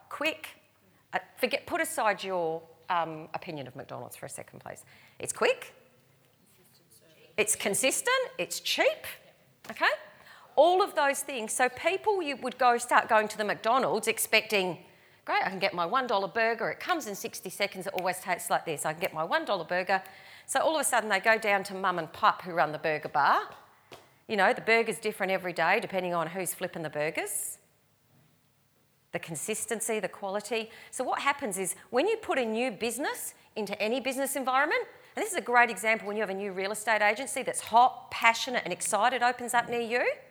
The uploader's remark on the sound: recorded live at REBar Camp 2018